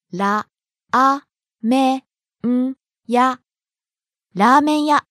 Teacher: starting low, going high on the second syllable, あ、staying high.